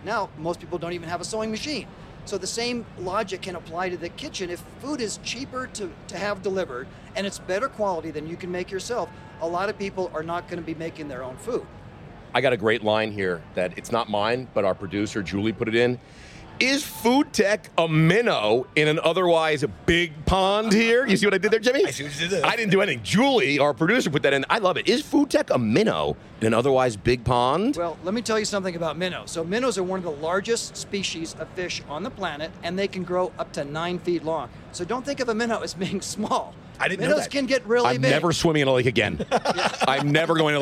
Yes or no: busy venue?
yes